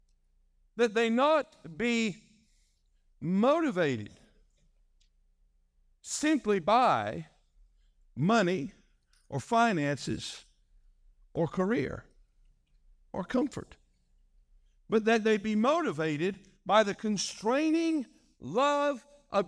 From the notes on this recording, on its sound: This message was delivered on February 11, 2024, during our evening service.